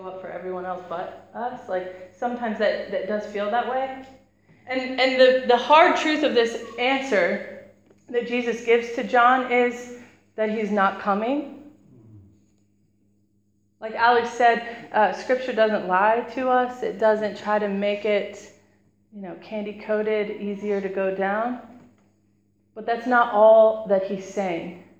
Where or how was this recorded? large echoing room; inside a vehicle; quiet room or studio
large echoing room